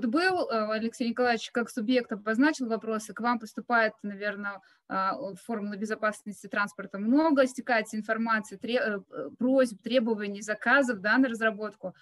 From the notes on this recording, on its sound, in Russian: Круглый стол в онлайн-формате